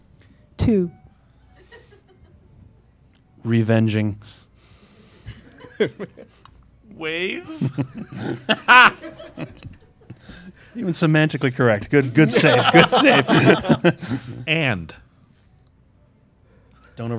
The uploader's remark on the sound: our live episode about the film from CONvergence 2017